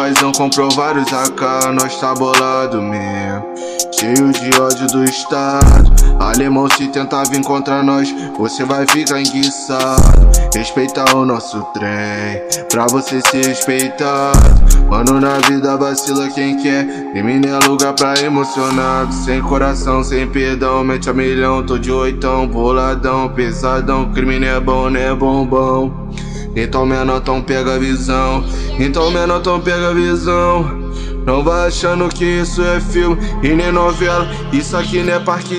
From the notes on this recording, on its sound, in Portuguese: Gravação de celular.